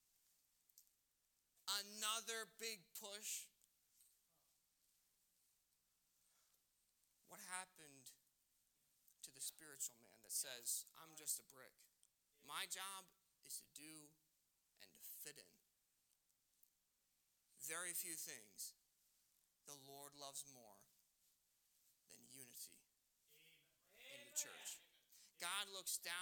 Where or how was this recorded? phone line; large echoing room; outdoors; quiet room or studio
large echoing room